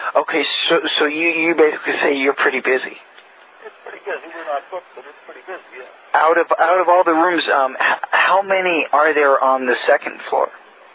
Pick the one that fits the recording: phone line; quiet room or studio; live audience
phone line